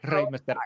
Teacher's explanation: So you gotta roll your R's.